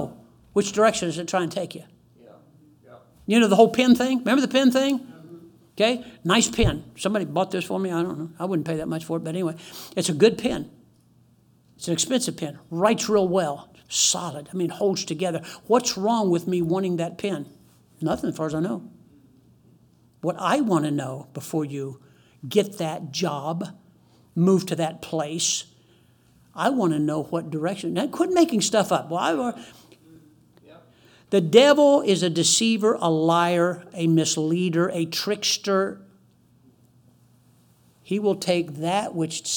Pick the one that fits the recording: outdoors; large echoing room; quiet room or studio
large echoing room